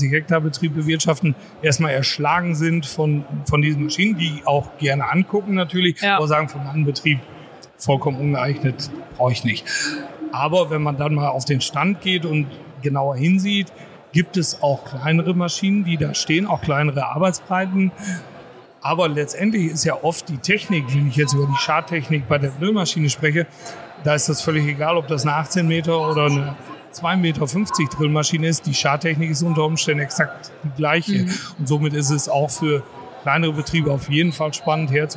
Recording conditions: busy venue